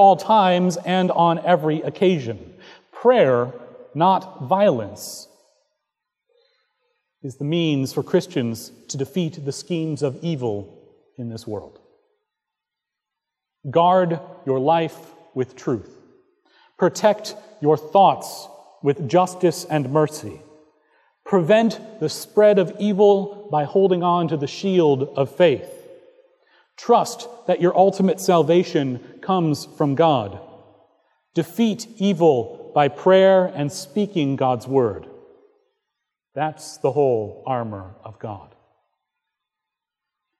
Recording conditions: large echoing room